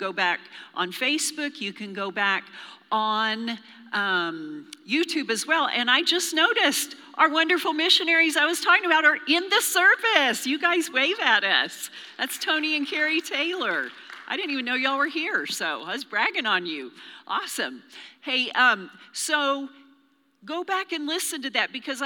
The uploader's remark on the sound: Recorded live during our Wednesday night service.